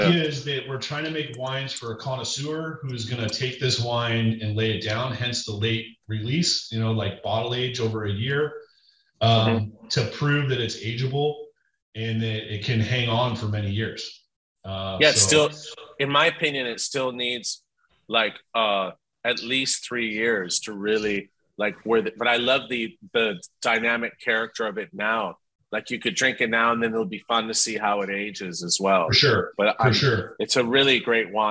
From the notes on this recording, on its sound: Listen in on their entire Zoom chat